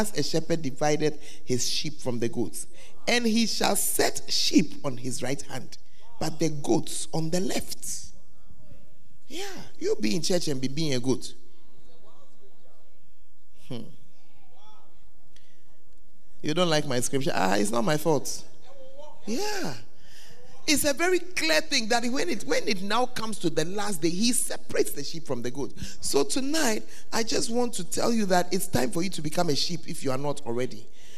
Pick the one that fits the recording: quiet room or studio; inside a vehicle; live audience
live audience